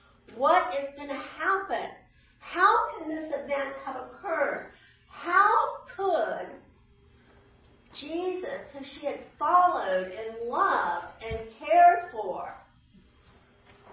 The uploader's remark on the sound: Easter 9AM Service. Sermons preached at Church of the Good Shepherd, Maitland, Florida.